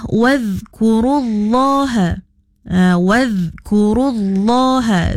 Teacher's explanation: dhal sukun, dhal mati, jangan dilantunkan. Kalau orang Sarawak madah, kalau guru-guru kita dolok madah, jangan dikatik bunyinya.